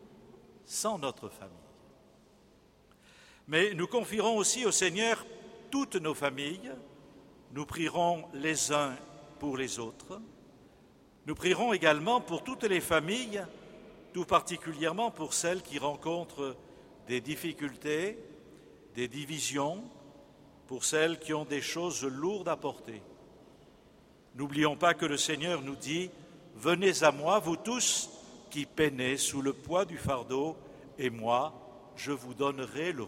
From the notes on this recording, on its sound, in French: Le Festival des familles en Gironde s'est achevé par la messe du 4 octobre 2015, célébrée en la cathédrale Saint-André de Bordeaux.